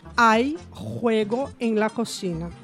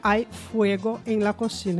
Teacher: eles pronunciam o F como se fosse o nosso R de roupa · Shown in: first take · Então, na fala corrente, não na formal, né?